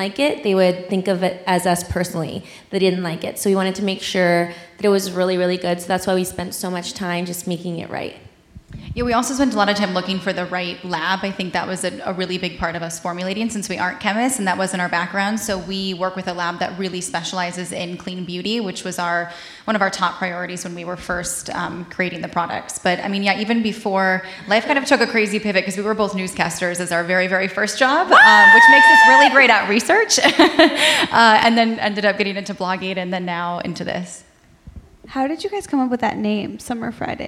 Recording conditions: live audience